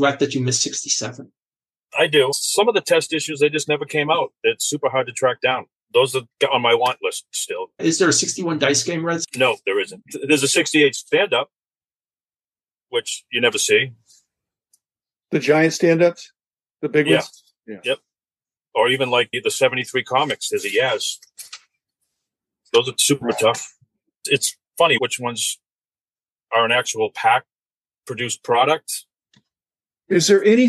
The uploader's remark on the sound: I zoomed